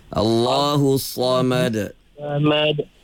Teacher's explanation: Tebal kok, tinggi tengah lidah, tinggi pangkal lidah. Bunyinya sa.